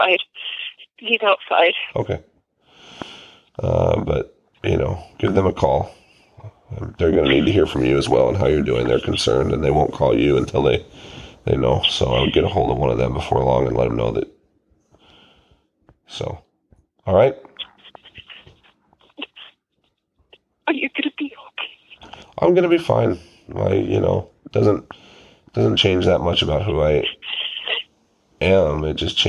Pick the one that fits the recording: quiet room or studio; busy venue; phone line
phone line